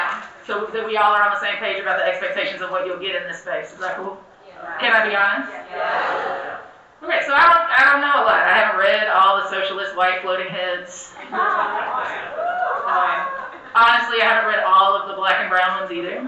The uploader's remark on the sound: session recorded at Socialism 2022